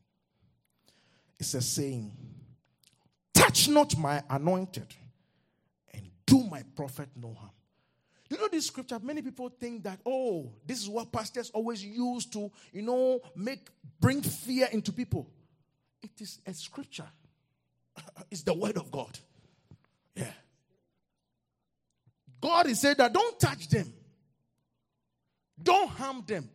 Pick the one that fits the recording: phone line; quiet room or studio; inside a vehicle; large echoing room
large echoing room